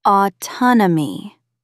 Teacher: Stress the second syllable.